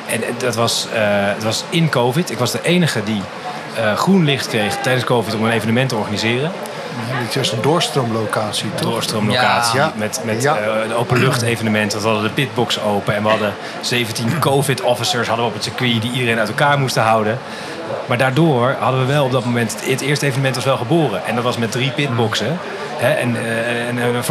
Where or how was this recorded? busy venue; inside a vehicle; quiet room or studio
busy venue